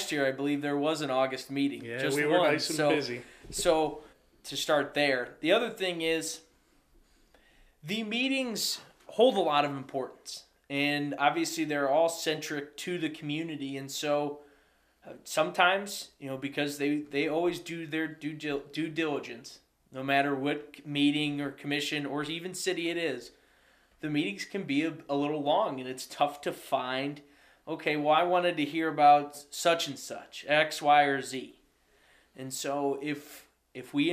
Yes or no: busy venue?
no